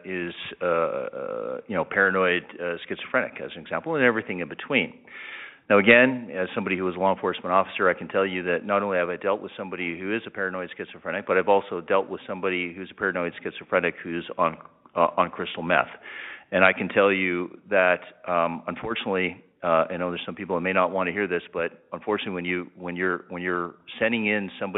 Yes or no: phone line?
yes